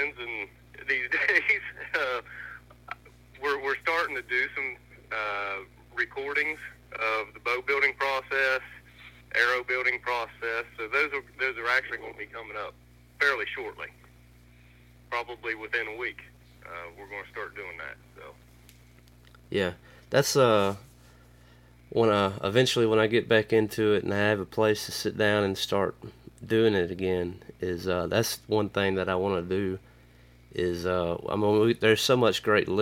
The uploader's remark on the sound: Burnt the phones lines to Southern Ohio.